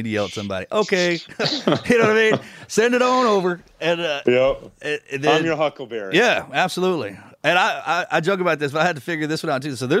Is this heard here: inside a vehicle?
no